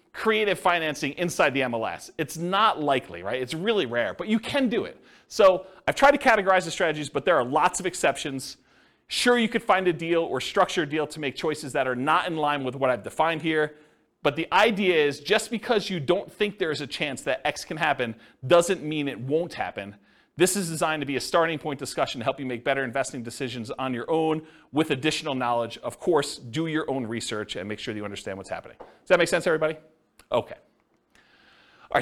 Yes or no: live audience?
yes